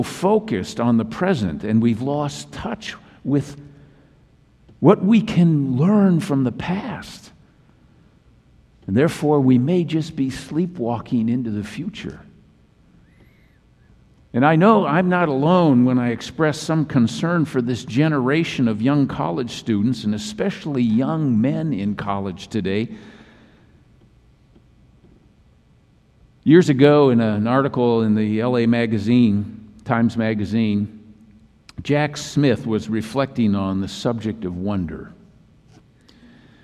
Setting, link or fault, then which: setting, large echoing room